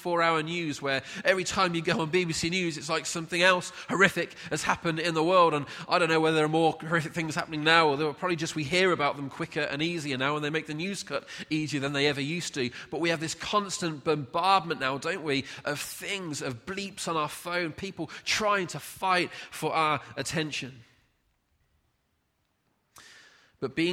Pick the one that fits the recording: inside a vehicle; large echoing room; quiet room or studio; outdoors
large echoing room